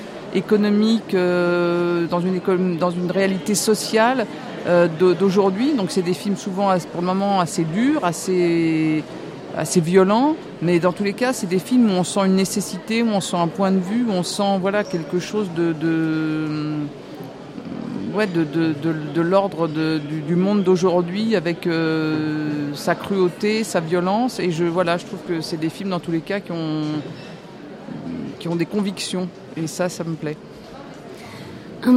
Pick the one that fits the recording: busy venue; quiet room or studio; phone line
busy venue